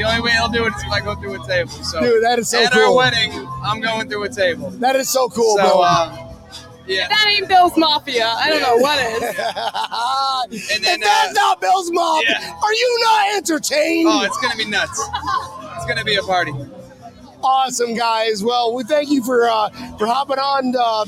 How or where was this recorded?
busy venue